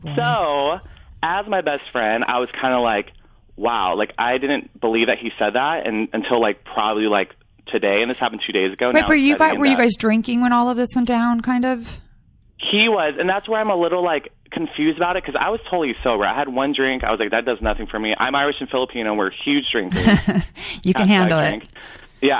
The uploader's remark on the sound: opens up the phone lines to answer any and all listener questions